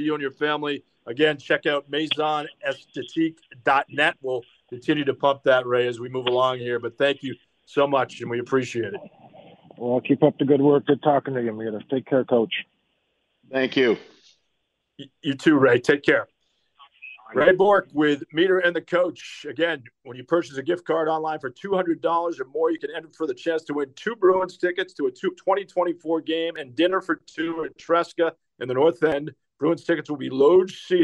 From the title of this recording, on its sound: Calls in Live